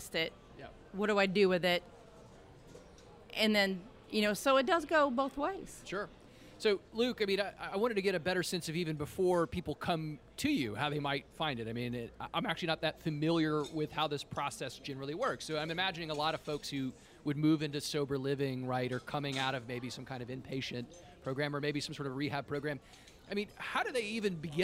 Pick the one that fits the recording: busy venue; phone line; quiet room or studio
busy venue